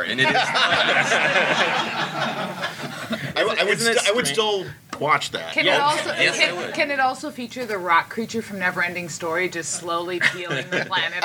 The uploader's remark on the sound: special podcast recorded at Convergence